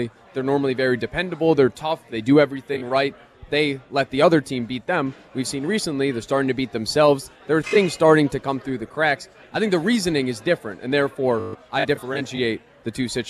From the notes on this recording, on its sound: live at Monk's Bar and Grill